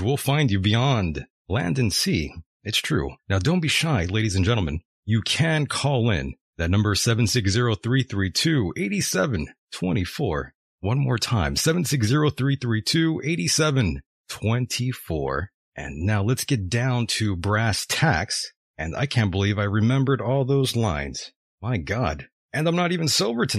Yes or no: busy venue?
no